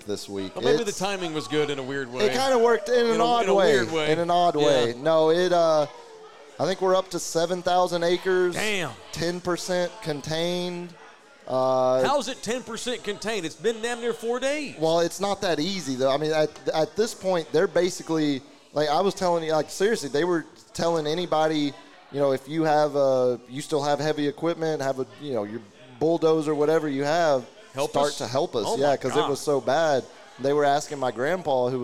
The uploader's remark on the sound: Live from JT's Sports Bar & Grill in Universal City, Texas.